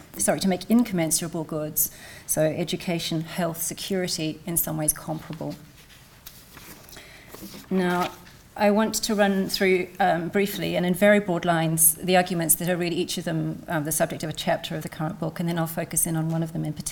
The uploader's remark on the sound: gives a talk for the Oxford Humanities Research Showcase conference